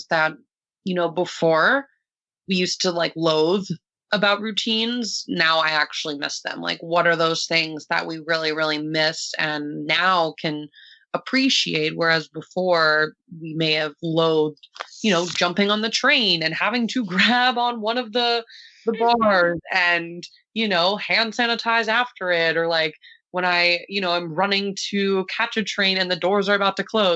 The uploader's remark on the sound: This recording is the first of many virtual recordings to come.